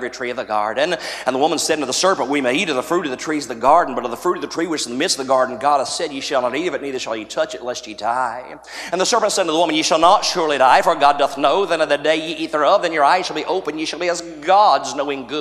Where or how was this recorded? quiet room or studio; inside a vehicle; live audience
live audience